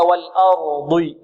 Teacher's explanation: والضاد مفخمة، وإن كانت مكسورة، وإن كانت مكسورة فهي في أقل مراتب التفخيم